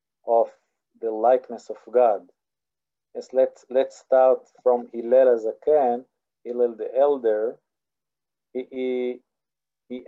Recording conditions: video call